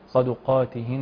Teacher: وتفخيم القاف تفخيما كبيرا لانه في اعلى درجات التفخيم. صدقاتهن عشان جه قاف مفتوحه بعدها الف.